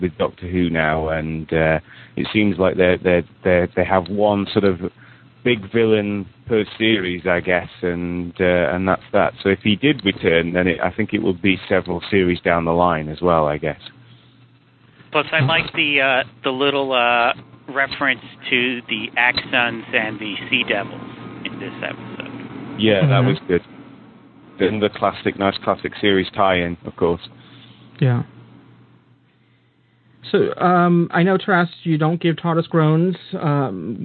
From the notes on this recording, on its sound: With live listener feedback. Recorded live on the net via TalkShoe on Sunday, 1st of July 2007. Note: This is a "Rough, Ready, and Raw" version -- this podcast episode is going out as it was recorded, with no post production work...